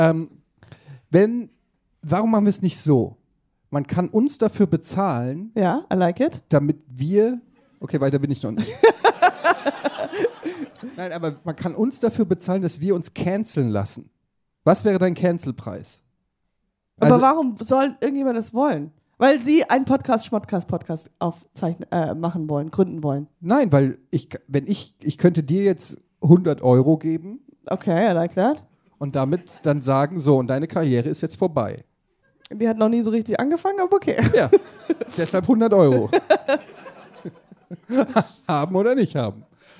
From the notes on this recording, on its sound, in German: Live in Hamburg. Live im Hamburg, der Opening Act des Schmidt Podcast-Festival: Podcast Schmodcast.